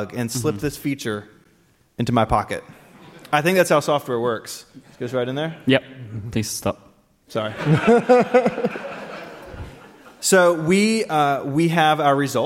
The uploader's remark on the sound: Live from WWDC 2018. In this very special live episode.